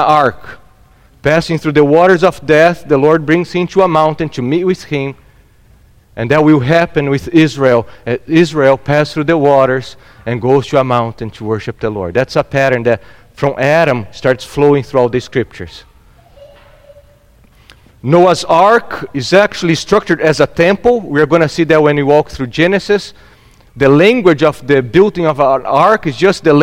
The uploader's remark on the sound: at Gracious Cross Reformed Church Salem on Sunday, December 19th, 2021